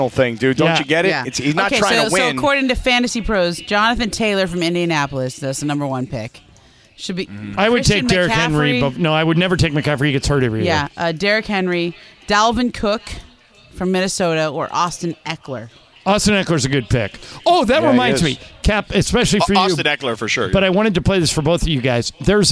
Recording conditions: busy venue